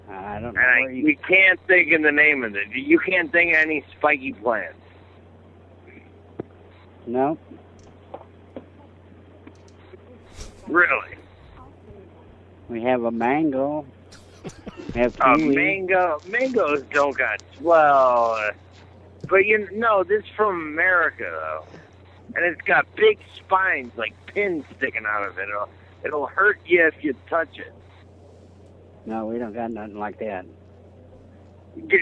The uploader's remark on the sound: …'s Personal Prank Phone Calls Collection.